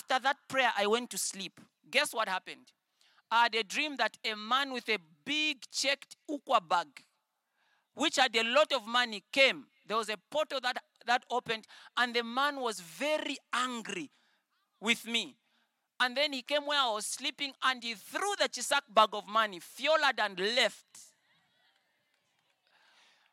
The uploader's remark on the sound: at the 2023 Love Sunday conference